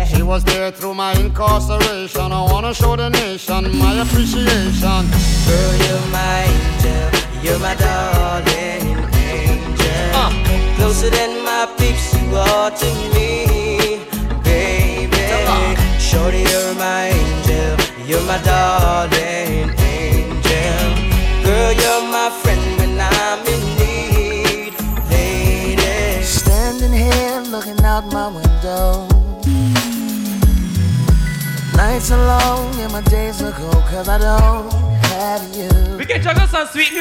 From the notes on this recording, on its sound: LIVE AUDIO. Live set from Phuckket the cruise January 2nd 2023.